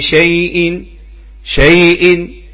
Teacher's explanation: أما الأصبهاني فإن القصر عنده مقصود به حركة واحدة